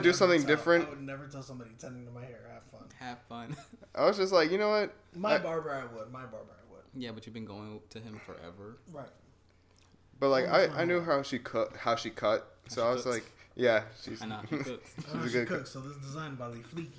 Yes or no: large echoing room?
no